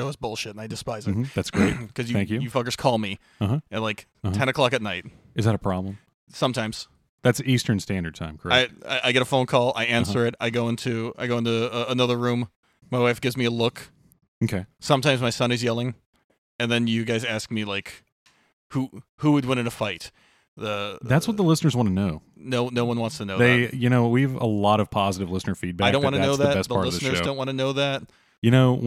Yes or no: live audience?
no